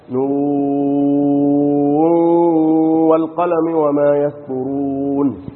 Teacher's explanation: بندغم النون الساكنه في الواو ونغن مقدار حركتين، ويسمى هذا ادغاما ايه بغنه.